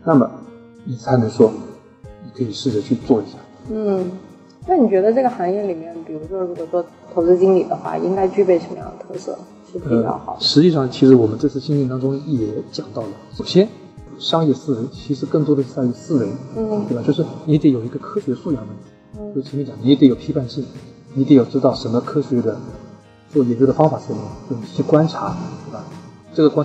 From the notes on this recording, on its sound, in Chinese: 这期节目因为是6月青训营课程结束后，直接在大课场地录制，因为会场过大导致收音效果不好。我们试图找了专业的外包工作室进行修音，也尝试通过AI翻译转文字。